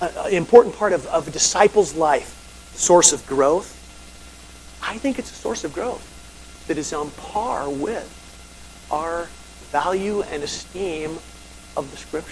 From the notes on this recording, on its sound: Audio Problems.